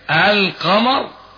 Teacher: لام قمرية لأنك حينما تنطق بكلمة القمر تظهر اللام